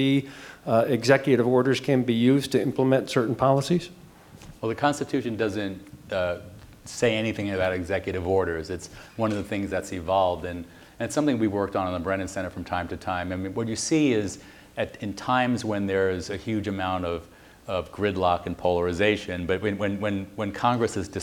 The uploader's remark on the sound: Constitution Day Celebration. Live audience Q&A.